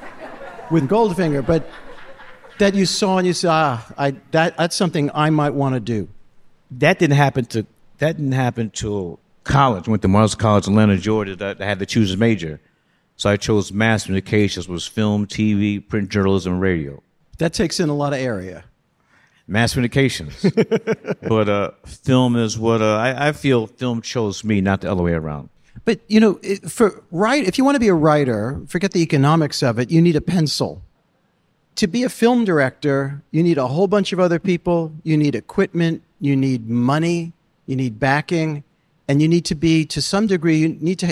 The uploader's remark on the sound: At the New Yorker Festival.